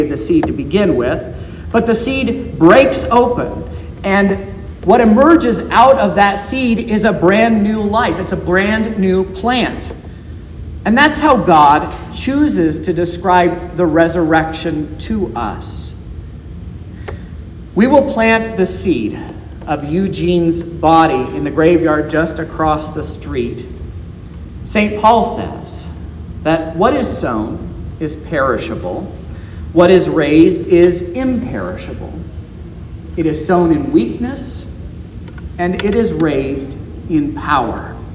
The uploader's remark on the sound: This is the sermon preached at Trinity Lutheran Church in Vallonia, Indiana, on Sunday, February 26th, 2023. This was the funeral sermon.